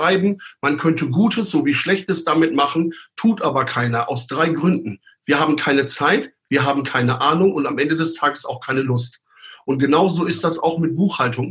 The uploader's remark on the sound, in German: Zoom Videotelefonie